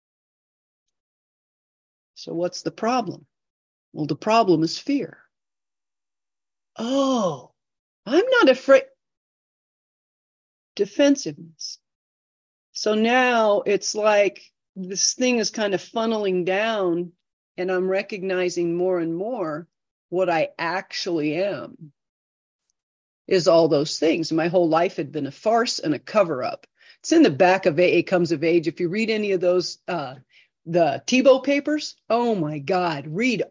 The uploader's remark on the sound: This zoom meeting was recorded in January 2024.